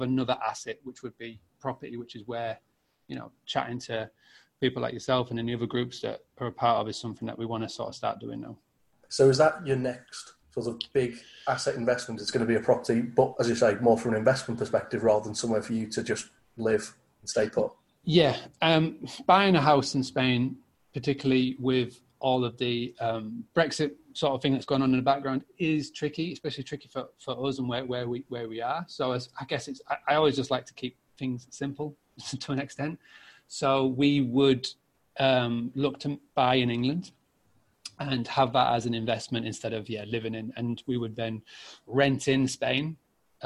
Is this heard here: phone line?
no